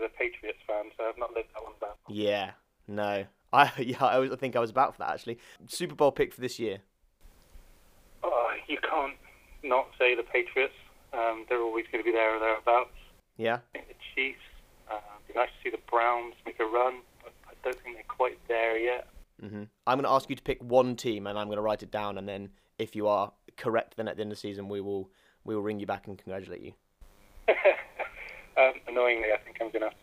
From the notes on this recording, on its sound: Phones.